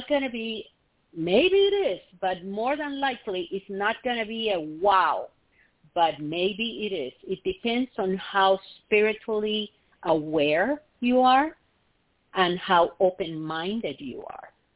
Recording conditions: phone line